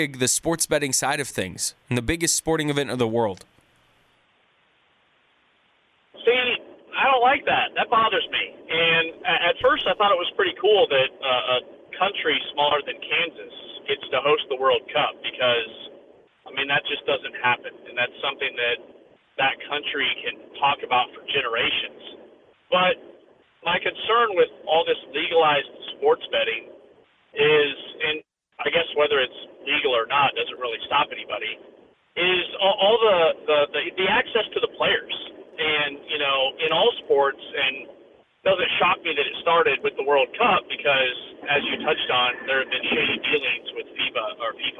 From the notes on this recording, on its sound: live from the road on his way to Arkansas